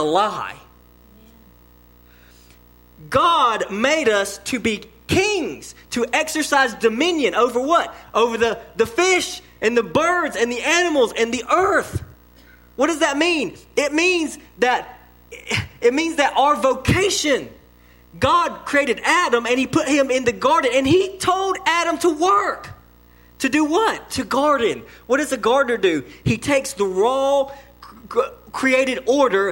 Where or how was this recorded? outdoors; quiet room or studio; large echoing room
large echoing room